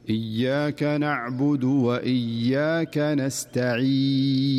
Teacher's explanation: وكذلك في سورة الفاتحة إياك نعبد وإياك نستعين، نسمع البعض يقرأها إياك نعبد وإياك نستعين، لاحظ الياء فيها غنة زائدة، والصحيح أنها صافية ولا يوجد فيها غنة أبدا حرف الياء